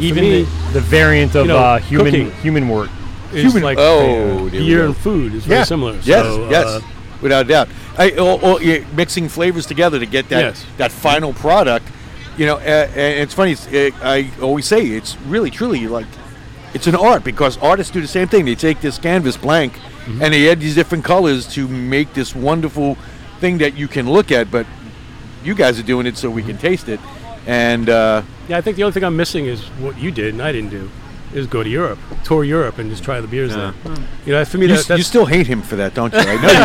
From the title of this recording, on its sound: LIVE at Moriches Field Brewing Co.